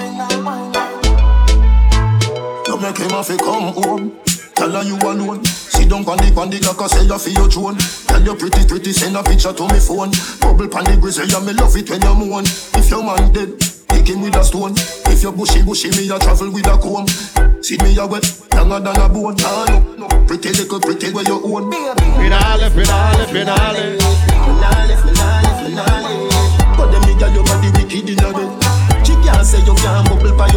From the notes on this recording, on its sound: This Live audio was recorded at "XCAPE FRIDAYS" in The Dive located in St Lawrence Gap.